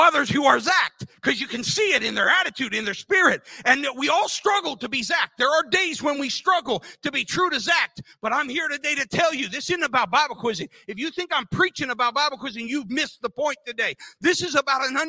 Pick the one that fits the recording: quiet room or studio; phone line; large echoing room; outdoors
large echoing room